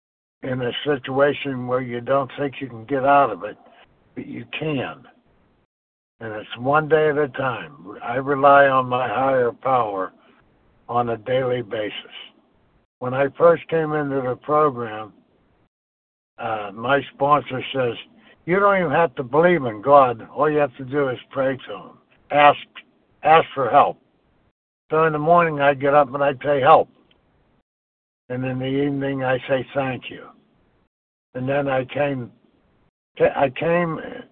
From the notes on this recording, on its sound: from the 100 Pounders Phone Meeting